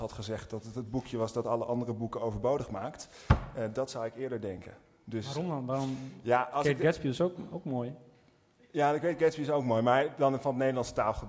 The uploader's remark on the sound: Literaturfest Live III